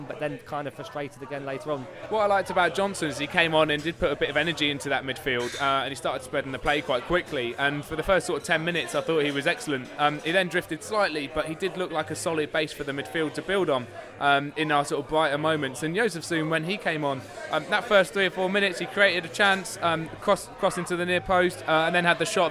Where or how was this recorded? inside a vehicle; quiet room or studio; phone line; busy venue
busy venue